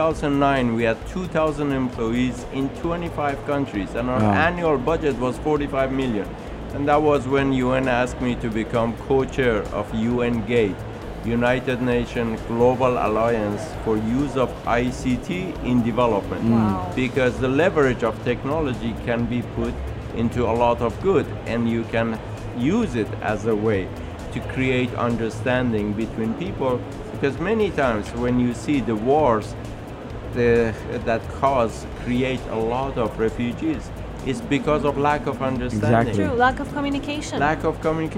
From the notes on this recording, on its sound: At the Sharjah Entrepeneurship Festival 2019.